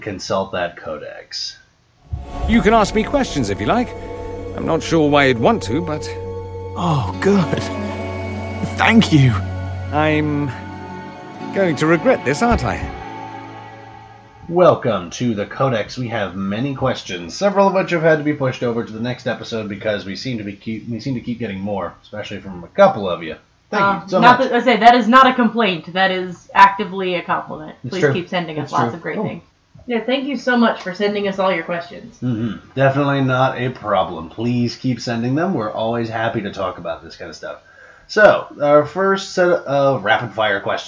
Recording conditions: poor microphone